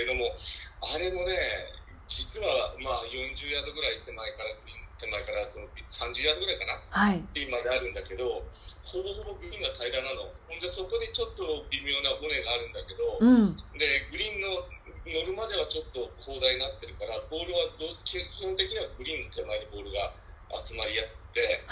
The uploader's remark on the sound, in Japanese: 電話でのツアートークで音声がお聞き苦しいところがありますがご了承ください。